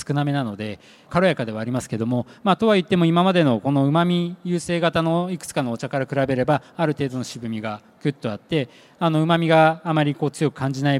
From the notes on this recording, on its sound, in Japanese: CRAFT SAKE WEEK 2023 at ROPPONGI HILLSにて公開収録。